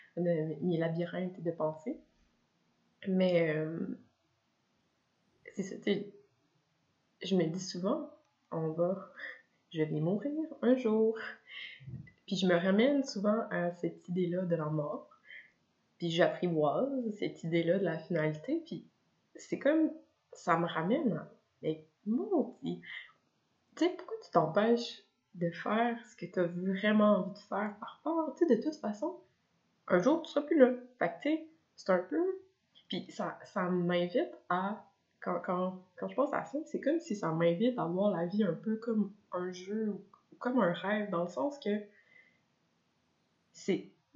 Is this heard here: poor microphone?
yes